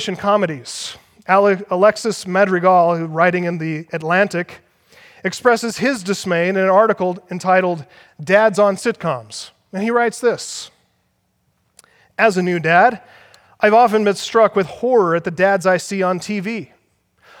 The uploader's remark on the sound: Audio from the Act Like Men Conference in Northern Colorado, October 23 - 24th, 2015.